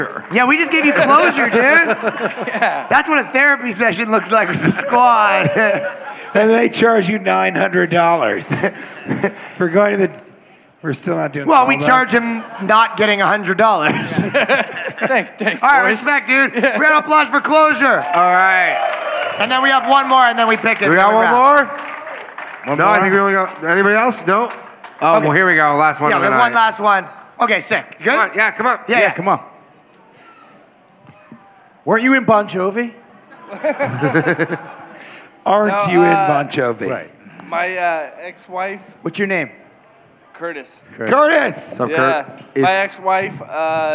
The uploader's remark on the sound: LIVE from Skankfest Vegas 2023. Invite 5 audience members to share their worst relationship stories.